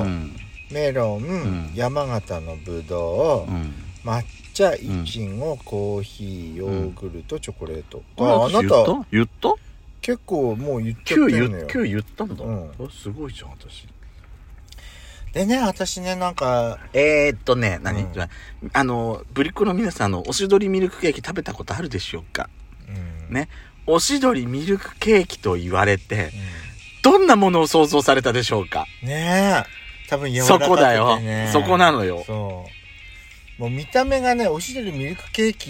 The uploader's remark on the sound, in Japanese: パーキング収録